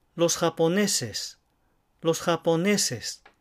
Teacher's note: 5音節で4つ目だけが強い